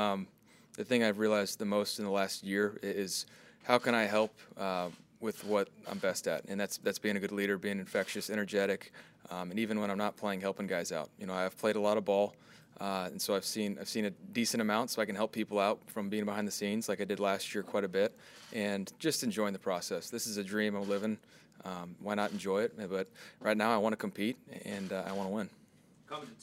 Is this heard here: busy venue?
yes